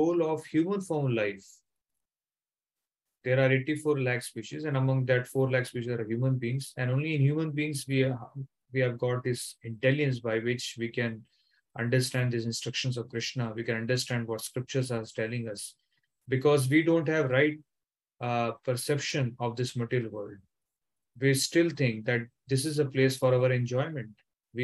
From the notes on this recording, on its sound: Zoom recorded class